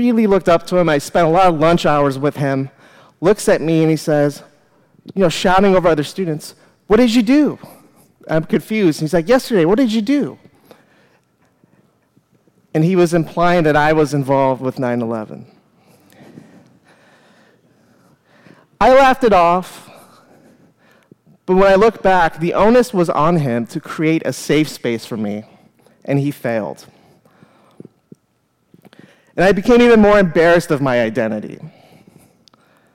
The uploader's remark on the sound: Live at The Fremont Theater in Portland, Oregon.